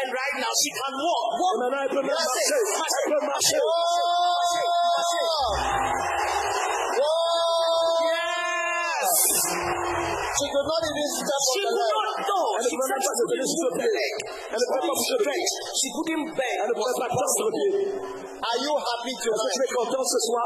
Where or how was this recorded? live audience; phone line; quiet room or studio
live audience